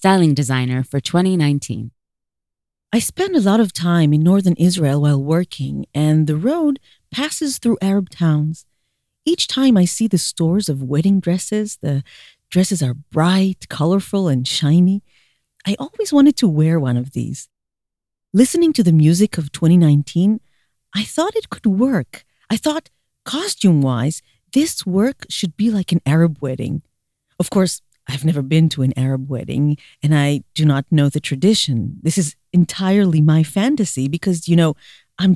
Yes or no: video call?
no